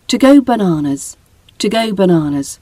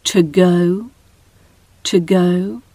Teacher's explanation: we are gliding the to and the go together, and we're losing the O sound of from the to. · Term: glides